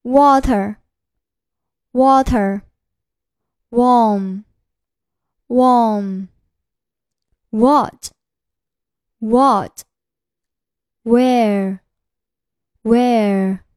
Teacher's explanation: 舌后部向软腭抬起，舌位高，口型收圆，并烧向前突出，发音短促，易经发出，立刻向后面的元音滑动，起到辅音的作用。我。我。一般是字母 W 和 W H 发这一个音。我们看一下代表单词：water、water、warm、warm、what、what、where、where。我们看一下例句：The weather is getting warm. · Term: 半元音